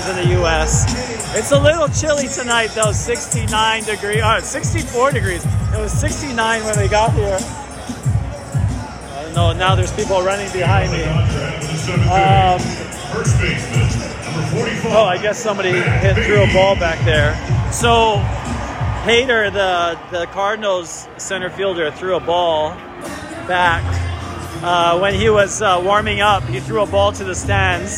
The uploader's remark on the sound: LIVE from the NL Wild Card Game. Seventh inning stretch time here at Chavez Ravine as the MLB #postseason kicks off in the National League.